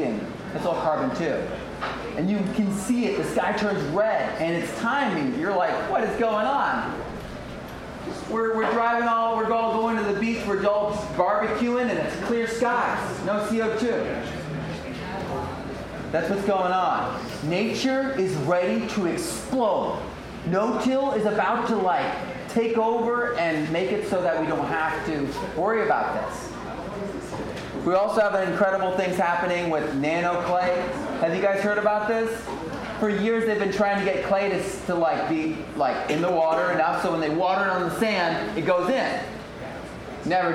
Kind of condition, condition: setting, live audience